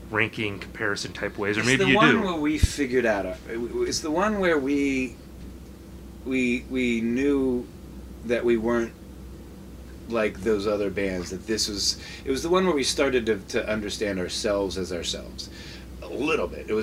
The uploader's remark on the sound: live from the Homecoming Festival